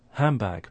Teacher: What's happening here is that we start off with three consonant sounds in a row, N, D and B. Now, because of elision, the D sound disappears. That puts the N sound next to the B sound, and it starts to change to a M. So that's assimilation.